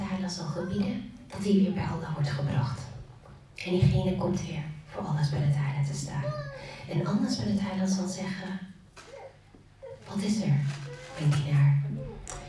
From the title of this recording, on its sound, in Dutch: Live lezing